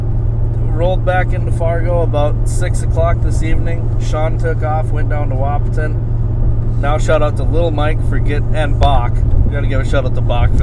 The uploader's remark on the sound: POSSIBLE POOR AUDIO QUALITY **** Another in the truck episode. This is a spontaneous episode.